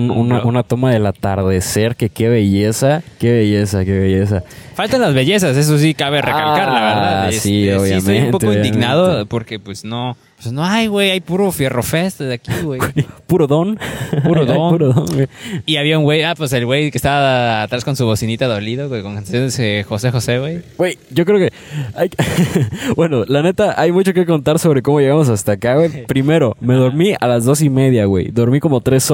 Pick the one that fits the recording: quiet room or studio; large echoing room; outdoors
outdoors